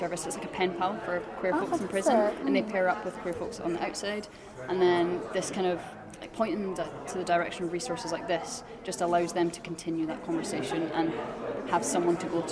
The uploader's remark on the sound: We bring you to the South West research conference at University of West England.